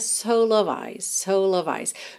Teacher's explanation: Junta mesmo o L de soul no O de of